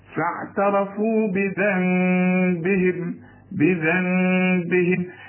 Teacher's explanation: بيقول لك لو سمحت اقلب النون لميم وبعدين اخفيها، يعني ما تضمش شفايفك، يعني لو سمحت اقلبها لميم وبعدين ما هياش ميم كاملة خلاص، وتقفل فيها شفايفك، يحصل انصراف في الشفايف.